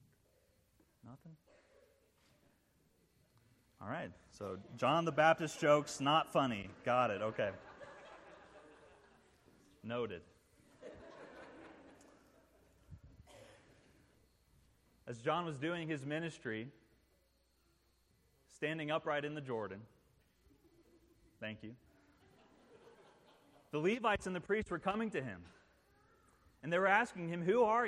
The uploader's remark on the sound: This sermon was preached at the installation service. As a Ruling Elder of Christ the King.